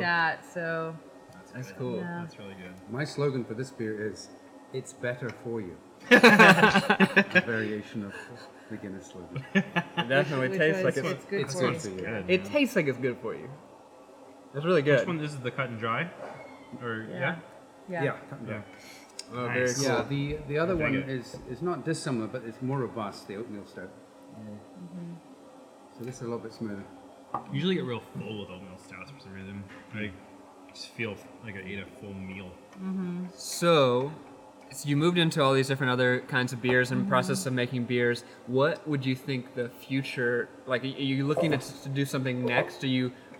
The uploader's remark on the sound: Live! From MacLeod Ale Brewing Co.